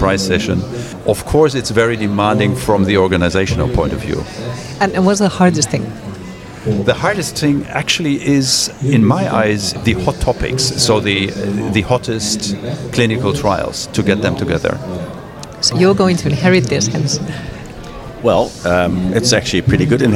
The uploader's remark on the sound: For the first time, the ESVS Annual Meeting, held in Belfast this September 2023, included a Podcast Corner, where we recorded some podcasts live with invited speakers onsite.